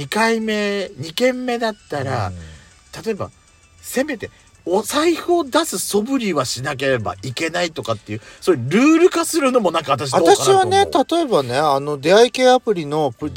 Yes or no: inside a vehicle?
yes